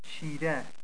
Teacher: Medially, it is made by flapping the tip of the tongue on the gum ridge behind the upper teeth